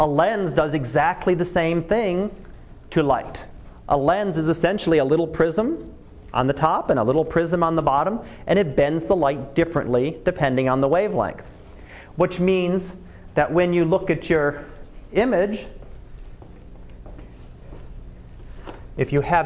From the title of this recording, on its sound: Live Class Lecture